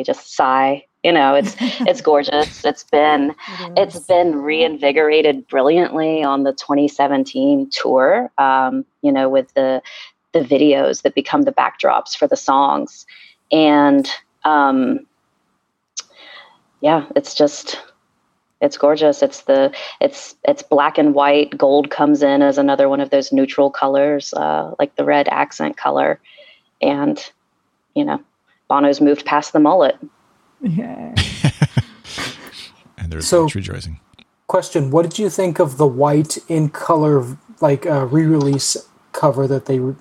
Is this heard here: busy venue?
no